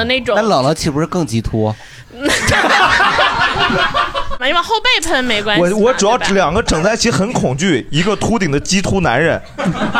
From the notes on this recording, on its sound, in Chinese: 这是一档由喜剧演员们和现场观众朋友们共同录制的播客节目